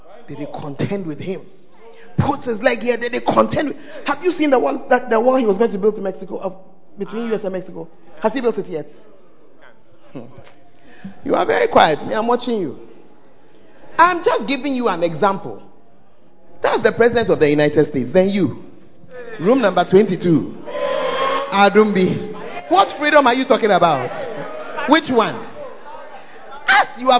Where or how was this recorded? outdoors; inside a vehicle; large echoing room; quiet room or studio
large echoing room